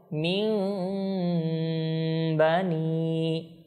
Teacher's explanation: এখানে ছোটো মিম, এটা এই নুন সাকিনটা মিমে পরিবর্তন হয়ে যায় · Term: ইকলাব